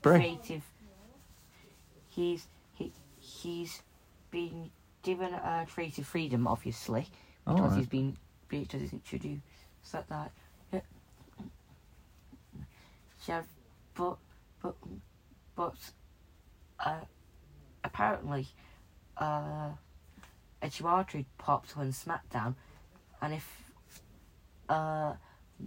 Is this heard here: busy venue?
no